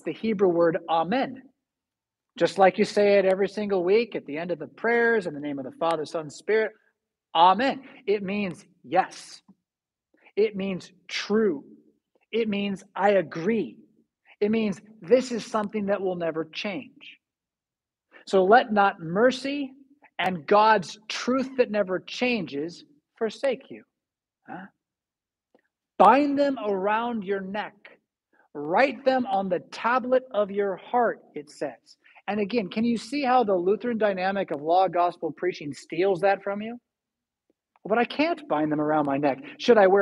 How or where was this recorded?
large echoing room